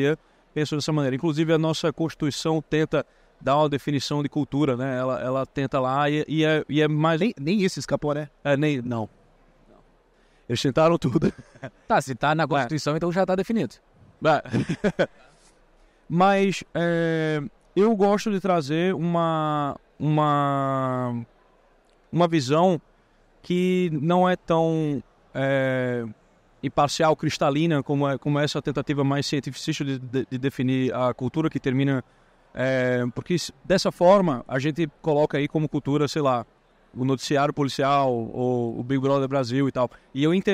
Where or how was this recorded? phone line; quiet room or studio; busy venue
busy venue